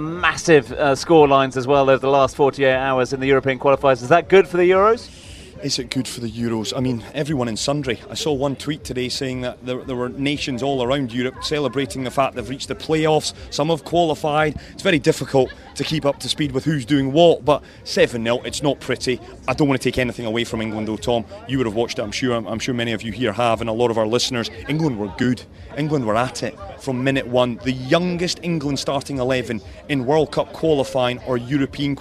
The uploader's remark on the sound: From our original home, Barasti